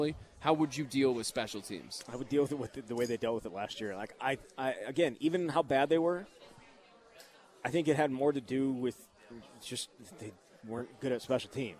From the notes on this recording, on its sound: live at Monk's in Sun Prairie